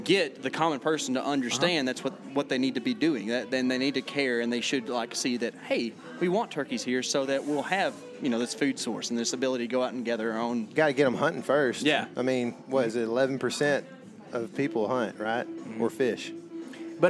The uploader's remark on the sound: Today we hail from the rainy woods of Texas